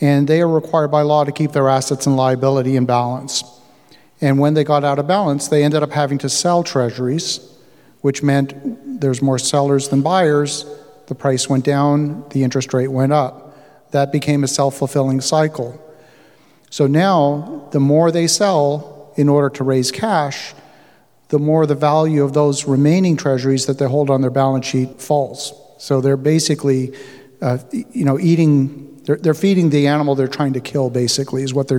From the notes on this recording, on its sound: Live From OREIO. Today's show is a live talk given earlier this week at the Ottawa Real Estate Investors Organization.